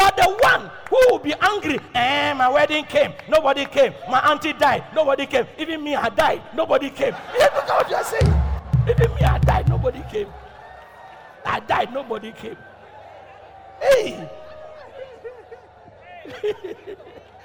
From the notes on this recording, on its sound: Preached at Loyalty House, Abbey, Dahwenya